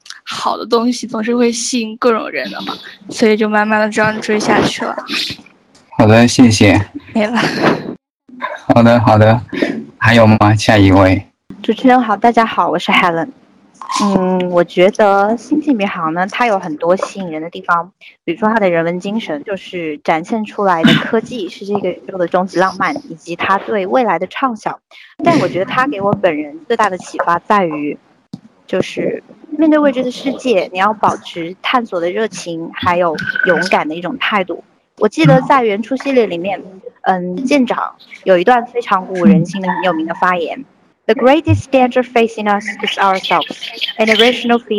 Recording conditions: poor sound quality